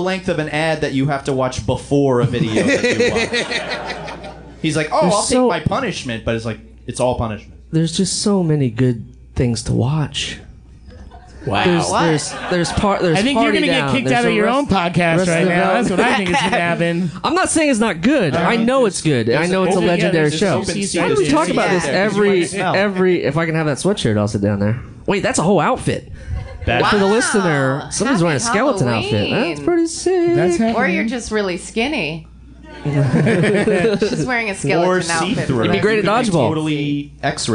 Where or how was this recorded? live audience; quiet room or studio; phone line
live audience